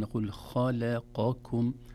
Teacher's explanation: كلمة خلقكم، لو تلاحظون أحبتي، الخاء حرف مفخم، خاء لا نقول خاء، ثم اللام حرف مرقق، لا نقول خلقكم نقول خلقكم، إذن تفخيم الخاء، ترقيق اللام، ثم تفخيم القاف، ثم ترقيق الكاف